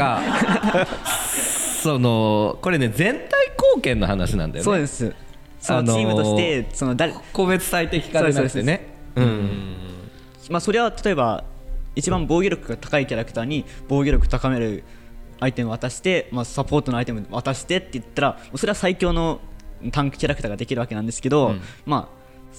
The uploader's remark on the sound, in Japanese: 博多南駅前ビルの3階にあるシェアオフィス「博多南しごと荘」主催で開催されている、当事者同士の内輪話を覗き込むトークイベント「しごとの寄り合い」から。昨年度、博多南駅前ビルで収録したものです。